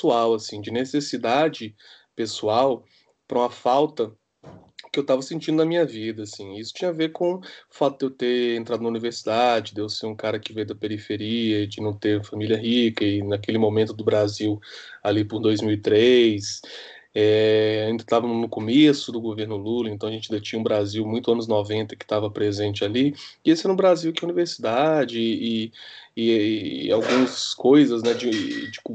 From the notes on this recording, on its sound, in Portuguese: em tempos de pandemia e gravações à distância